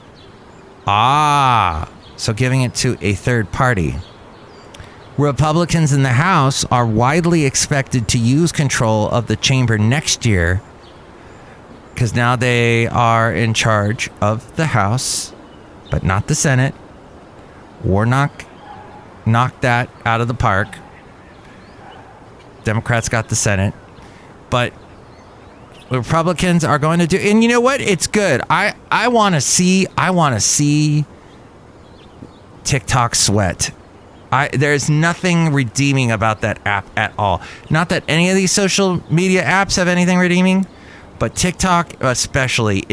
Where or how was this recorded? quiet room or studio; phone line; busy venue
busy venue